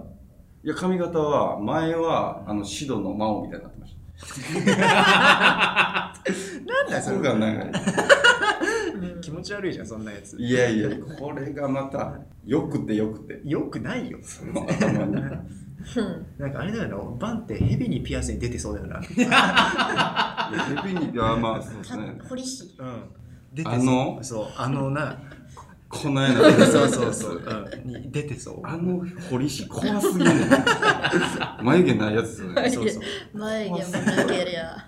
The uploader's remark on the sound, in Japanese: ワタナベエンターテインメントWES原宿１階「HELLO.STUDIO」にて公開収録を行っています！観覧エリアがございます。